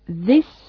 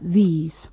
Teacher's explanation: en el plural, como veis, la vocal I es más larga · Shown in: second take